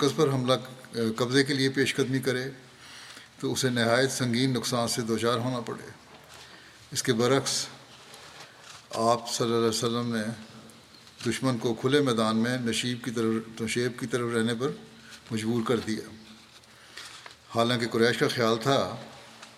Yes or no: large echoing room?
yes